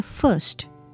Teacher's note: Again, have you noticed? The R sound is not heard.